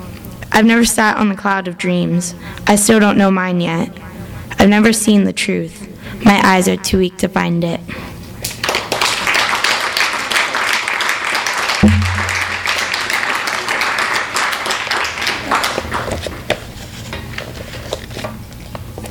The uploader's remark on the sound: THIS EVENT WAS RECORDED LIVE AT SKYLIGHT BOOKS.